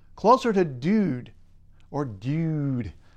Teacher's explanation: But again, in both of these cases, it matters what comes after the vowel. Meanwhile, that oo sound you'll hear in dude is farther forward in the mouth for both Canadians and Californians than for many other accents